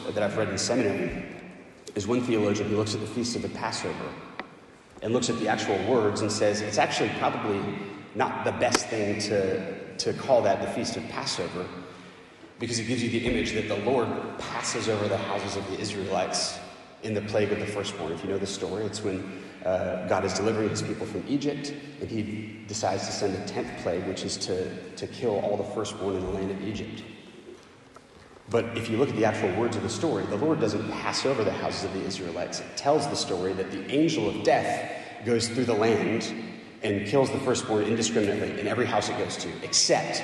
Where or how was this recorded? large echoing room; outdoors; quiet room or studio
large echoing room